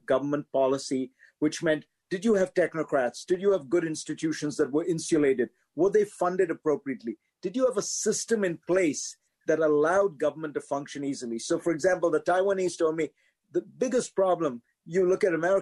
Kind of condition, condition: link, video call